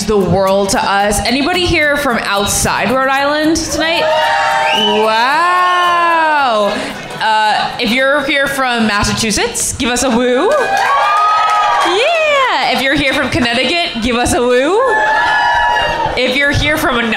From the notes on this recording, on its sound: live from Audrey's Coffee House and Lounge in Rhode Island